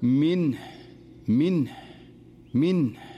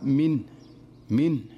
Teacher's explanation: يسكن النون ولا يهمل إظهار الهاء لأن الهاء حرف ضعيف · Shown in: first take · فإذا سكنت النون قد تختفي الهاء وهذا خطأ أيضا.